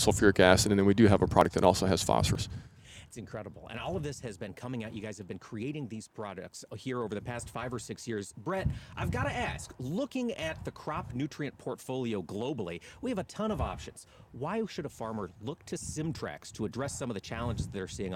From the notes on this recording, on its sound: Today, AOA was on location in Cedar Falls, Iowa for the 3rd event on the Future of Fertilizer tour from Anuvia Plant Nutrients!